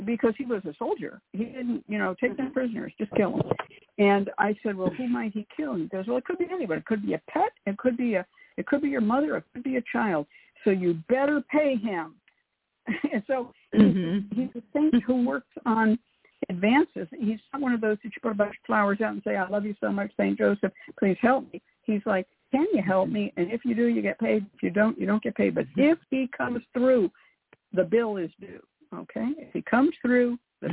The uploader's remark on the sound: A real, live call-in show where the general public gets a chance to ask about actual problems.